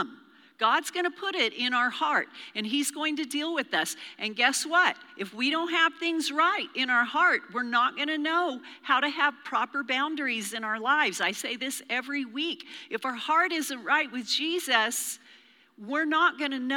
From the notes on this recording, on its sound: Recorded live during our Wednesday night service